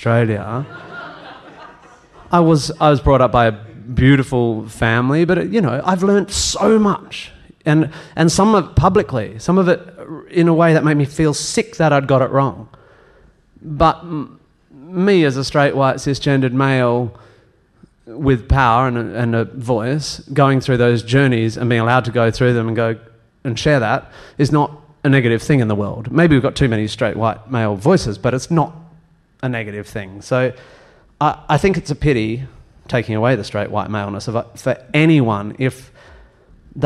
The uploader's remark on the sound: live on stage for a sold-out podcast performance